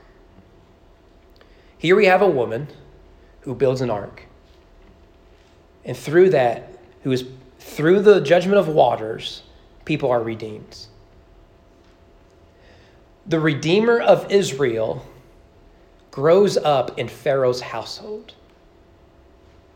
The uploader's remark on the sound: Sermon preached at East Frankfort Baptist Church. During evening worship.